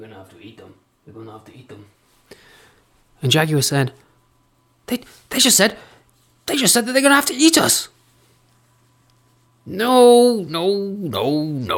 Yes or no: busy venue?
no